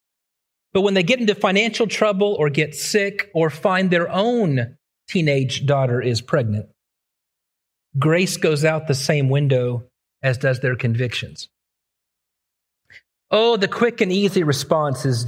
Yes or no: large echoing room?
yes